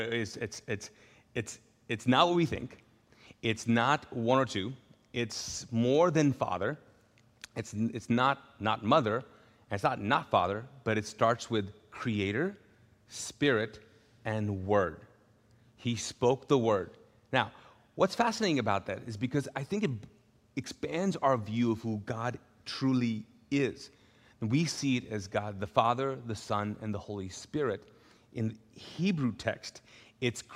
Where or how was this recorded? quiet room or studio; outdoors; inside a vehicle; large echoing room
large echoing room